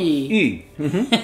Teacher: Es una I con los labios redondeados.